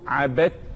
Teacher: عبدت اتلغت الدال اتدمجت جوه التاء